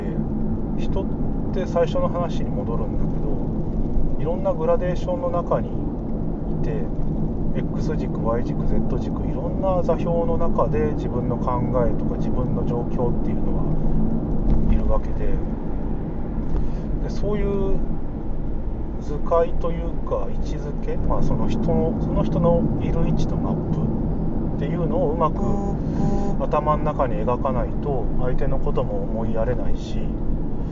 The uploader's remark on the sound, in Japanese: 車の中で収録